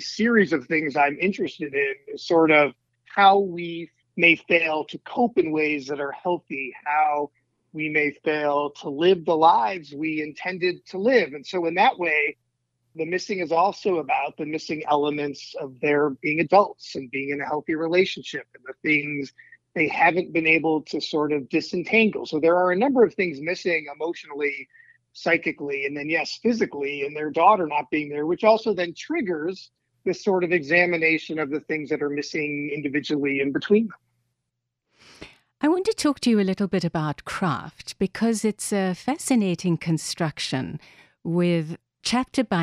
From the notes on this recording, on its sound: By phone from Chicago.